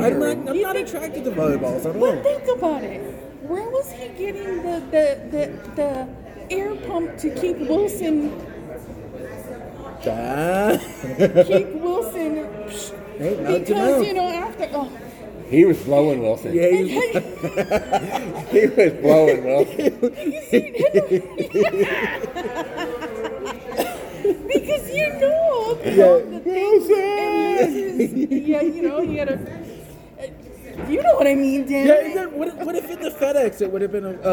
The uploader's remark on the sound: Your squirrels went out for our weekly cheat meal and decided to record a couple episodes right there on location at the Rio Hotel and Casino.